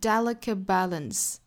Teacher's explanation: 两个爆破音相遇，这个时候我们失去爆破一个